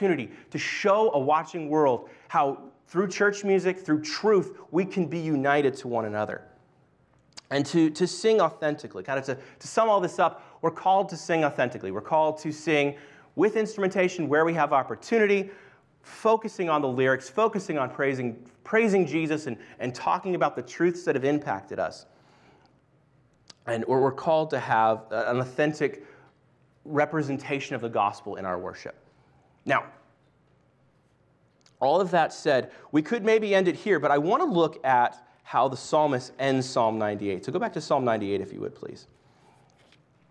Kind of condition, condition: setting, large echoing room